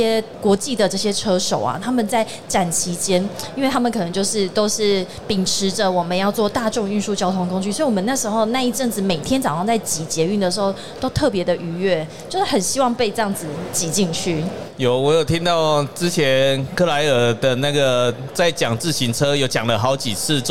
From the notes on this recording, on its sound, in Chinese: 2022 Taipei Cycle台北國際自行車展-Live Podcast。現場LIVE為台灣自行車乾杯！